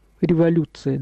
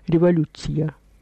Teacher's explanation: Мы говорим революция. Тогда говорили революция с мягким «ц». · Shown in: second take